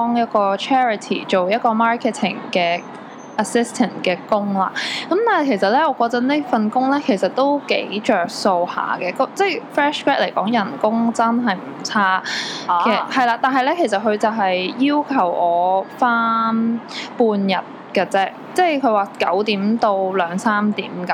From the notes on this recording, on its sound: Sorry about the background noise this time